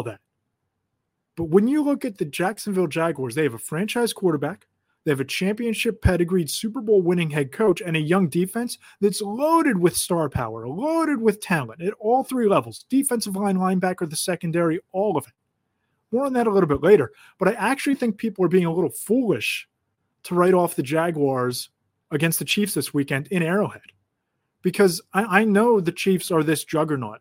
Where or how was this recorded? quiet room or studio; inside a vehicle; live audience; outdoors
quiet room or studio